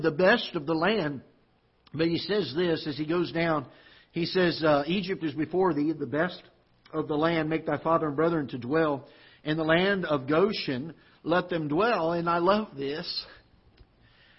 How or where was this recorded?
large echoing room